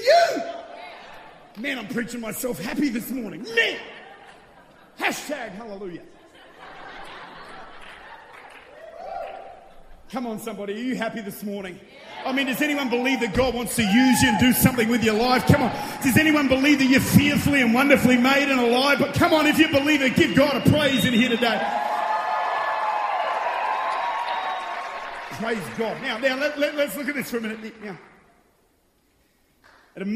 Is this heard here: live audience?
yes